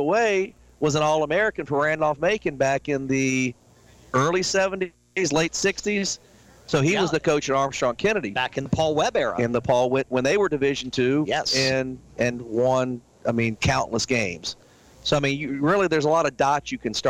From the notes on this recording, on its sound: Heard live from Sports Page Grille in Ashland each Monday night from 6 to 7pm on 102.9 The Mater (102.9 FM/1430 AM).